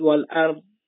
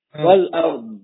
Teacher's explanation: این هوا از انتهای زبان تا برسه به این نوک زبان یه ذره طول میکشه. این حالت رو بهش میگن استطاله. · Shown in: second take · طول کشیدنش در واقع بالا اینه، این که بهش میگن استطاله.